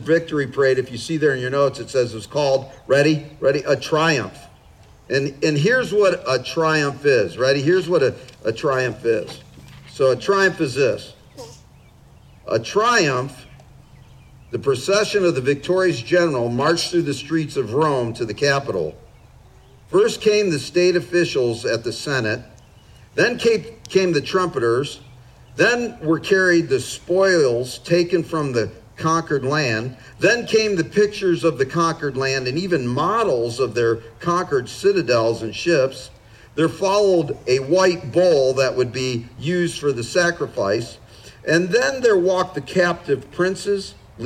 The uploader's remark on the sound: Father's Day Outdoor Service. This was an outdoor service, so please forgive some of the audio quality flaws.